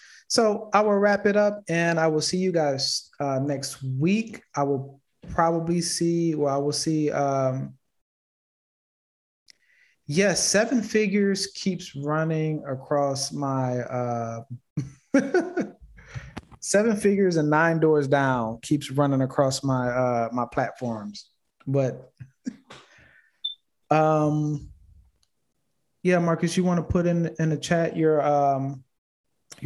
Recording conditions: video call